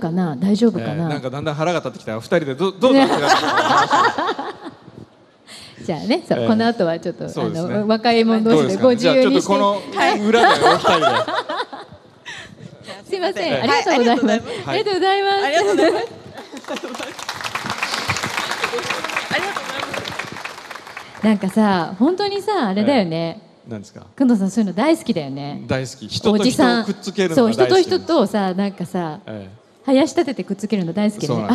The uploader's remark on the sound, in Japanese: 今日は、ランドマークタワーにて公開生放送！公開で収録させていただいたので、少しグダグダとした部分もございます。暑かったにもかかわらず、大勢の方にお越しいただき。